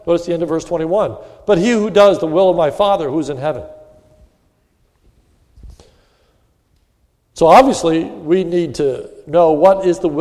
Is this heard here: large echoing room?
yes